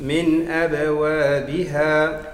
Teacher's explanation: نلاحظ قلقلة الباء وترقيقها